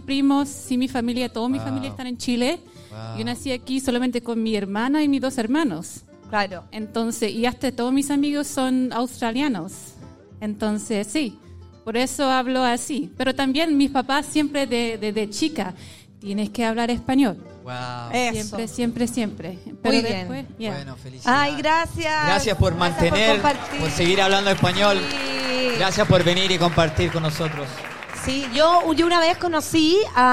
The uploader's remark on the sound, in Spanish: (SHOW EN VIVO) desde The Barrie - Sydney. Por primera vez hicimos un capitulo completamente en vivo junto a todos ustedes en Sydney.